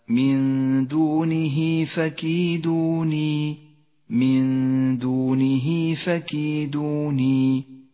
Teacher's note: نقف الآن مع الصفحة القرآنية التي بين أيدينا، نجري عليها تطبيقات الأحكام، ونبدأ بمد الصلة الصغرى في قوله تعالى: من دونه فكيدوني، من دونه فكيدوني. هاء الضمير وقبلها حرف متحرك وبعدها حرف غير الهمزة، يمد الصلة الصغرى حركتين